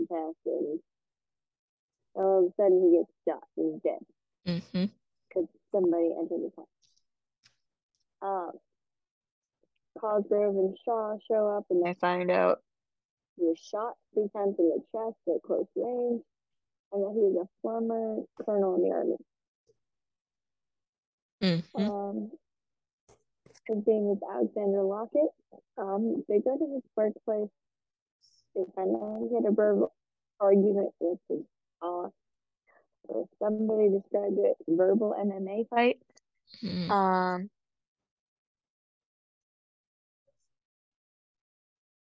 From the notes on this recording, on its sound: this episode was recorded really late and marathon speed but quietly